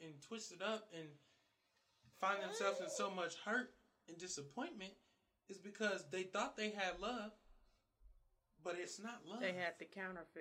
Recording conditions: poor sound quality